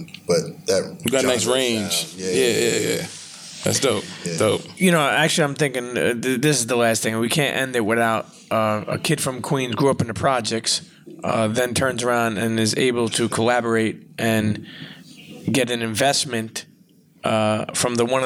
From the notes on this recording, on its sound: live and direct from the A3C Festival in ATL